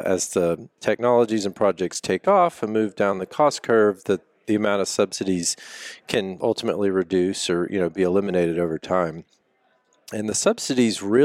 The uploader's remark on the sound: Live at GSTC